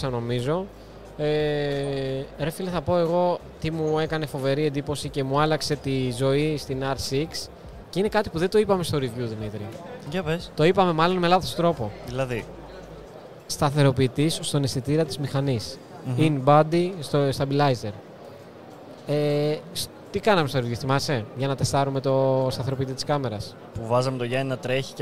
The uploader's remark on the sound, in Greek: LIVE SPECIAL EPISODE PHOTOVISION 2022. Live Podcast επεισόδιο απευθείας από την Photovision 2022 και το περίπτερο της Canon Greece!